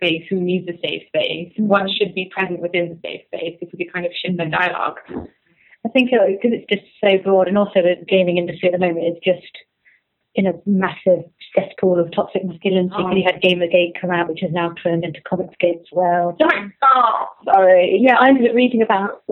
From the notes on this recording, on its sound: due to some technical issues, the audio quality on this episode isn’t the best